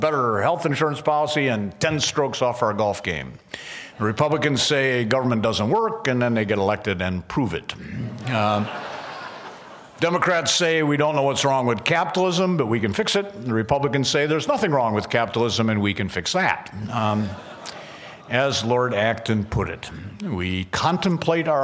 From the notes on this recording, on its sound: at the Acton Institute's 23rd Anniversary Dinner on October 24, 2013